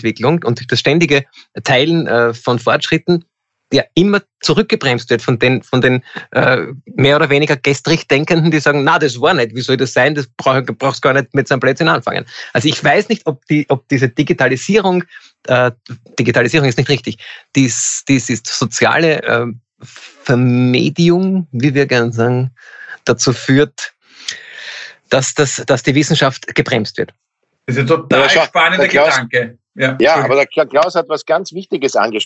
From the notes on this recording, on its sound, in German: Auch wenn die Drei jetzt wieder nicht auf der Bühne stehen können. Finden ihr Publikum auch, indem sie einander via Skype am Abend beim Reden zusehen.